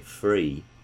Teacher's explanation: There are examples where you might have a monophthong, a pure vowel, if you will, in a word like free, where you might glide into that. So you might say free, and so that would be a rising diphthong.